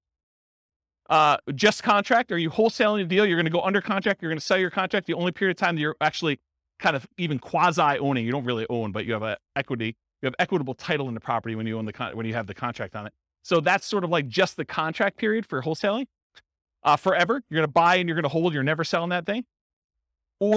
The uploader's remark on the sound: This was a live class recorded